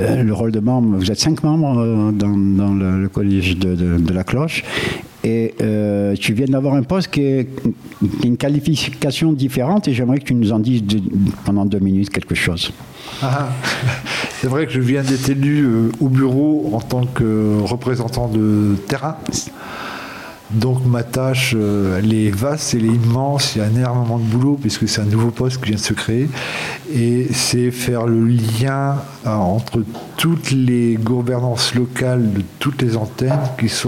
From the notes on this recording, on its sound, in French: Voix Croisées - Marseille. Emission enregistrée à l'atelier de mars le 3 juin 2023, à l'occasion des 6 ans de La Cloche Sud dans le Panier.